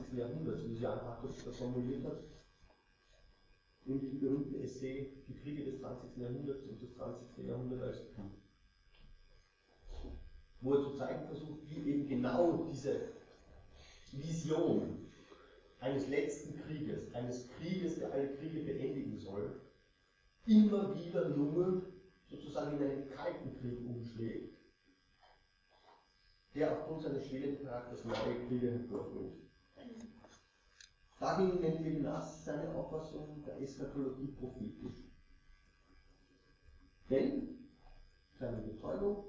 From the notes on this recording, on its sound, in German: Es gab bei dieser Aufnahme leider Tonprobleme, die ich nur seh mühsam beheben konnte.